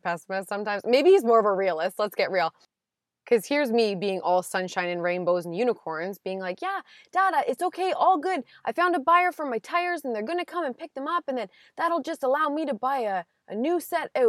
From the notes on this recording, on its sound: Another day, another drive, another roadside recording!